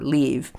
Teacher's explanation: it's a long E. It's held for a fairly long period of time, for sure, but it's also made a little differently in the mouth.